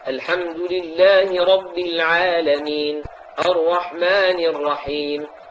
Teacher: ومن اللحون الشائعة في العين تشديدها، العالمين نضغط عليها